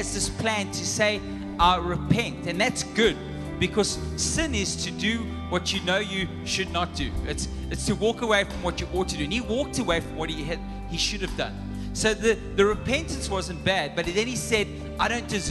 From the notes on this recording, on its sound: Recorded live on Sunday the 18th September 2022